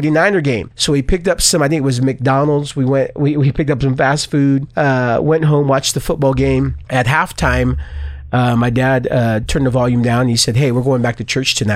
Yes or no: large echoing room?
no